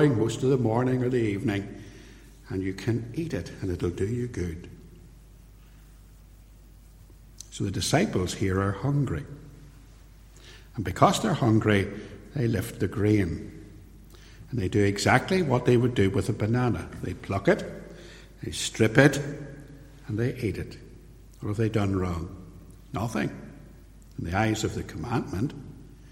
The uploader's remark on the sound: In this sermon, preached at Templepatrick Reformed Church